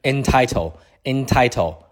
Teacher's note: 注意到它的发音是短元音，诶，OK，不是长元音，E，所以说不要读成了 intitle，而是 entitle。